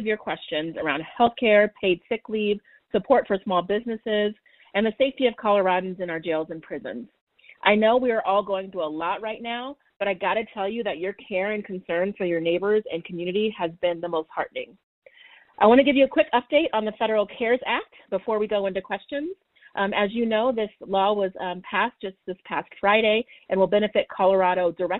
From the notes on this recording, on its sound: This track is the audio of the COVID-19 telephone town hall Rep. Listeners submitted their questions to be answered live.